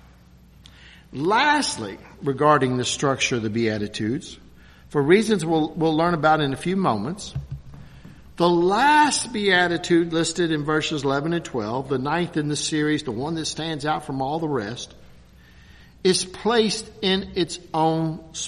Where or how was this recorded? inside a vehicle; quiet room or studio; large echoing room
large echoing room